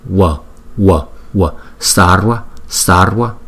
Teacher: chữ V đứng sau một phụ âm thì chúng ta có thể đọc là W